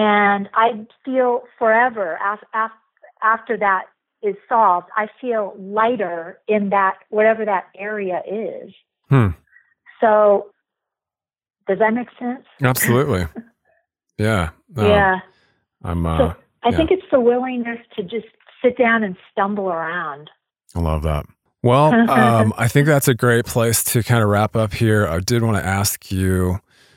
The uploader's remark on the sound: A note on the audio quality of this episode. Via telephone for this interview.